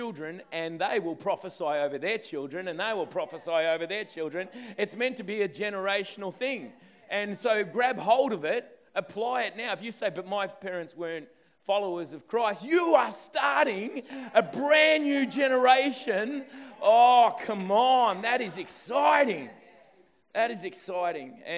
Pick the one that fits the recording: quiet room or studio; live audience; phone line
live audience